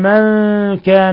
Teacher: نون ساكنة جاء بعدها الكاف الحكم التجويدي إخفاء حقيقي